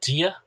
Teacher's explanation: For me, it sounds like a J, Gia. But I've heard Kerry Irish, and it sounds a little bit, to my ears, drier for that slender D.